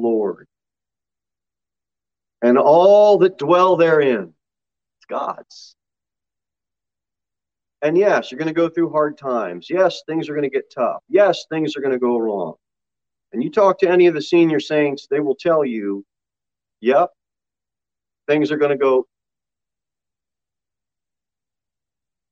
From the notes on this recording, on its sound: Sermon delivered at Pilgrim Baptist Church on Sunday, November 21, 2021, at 6:15 pm. Jere Whitson Rd.